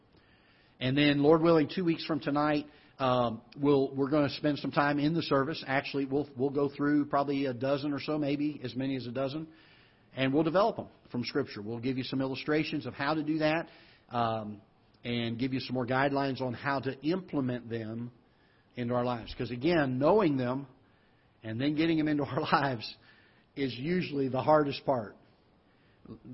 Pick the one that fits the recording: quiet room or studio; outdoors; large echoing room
large echoing room